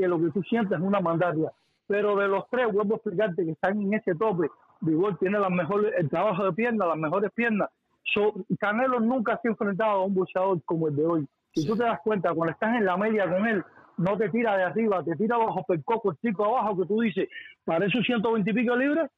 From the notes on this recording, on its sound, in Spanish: LLamadas telefonicas en vivo. En un programa especial de Sábado por la mañana. Abrimos las lineas y dejamos que sean nuestros lectores los que den sus opiniones.